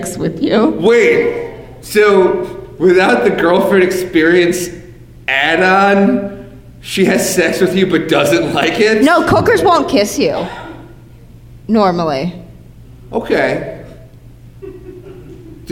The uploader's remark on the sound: Coming to you live from the Lutheran Friends Church in Detroit, Michigan.